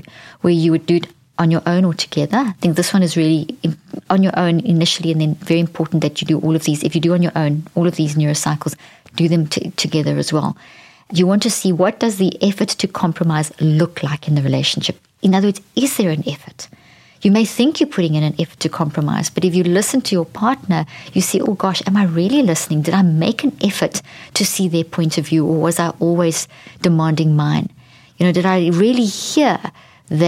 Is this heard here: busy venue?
no